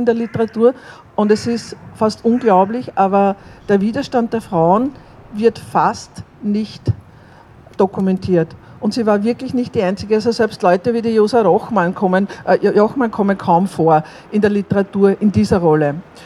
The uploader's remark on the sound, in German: Donaustädter Februargedenken am 16. 2. 2020 vorm Goethehof. Ungekürzte und unbearbeitete Aufnahme mit Reden von Vertreter*innen der Opfer-Verbände, von Parteien und Jugendorganisationen.